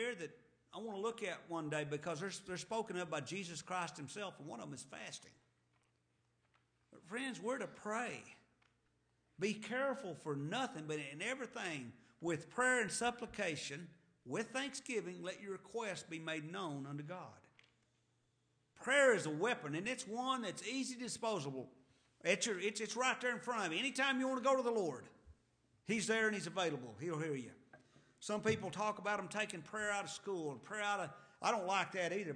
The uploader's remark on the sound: to the Lubbock Primitive Baptist Church